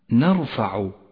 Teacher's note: الراء مفخمة جاءت ساكنة وقبلها مفتوح · Term: تفخيم الراء